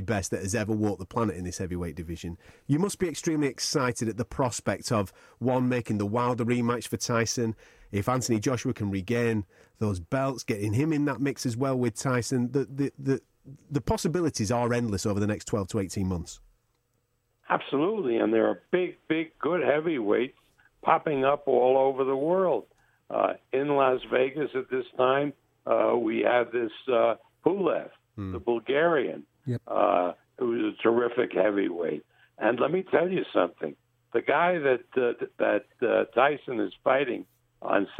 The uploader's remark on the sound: We start the week off with a telephone call.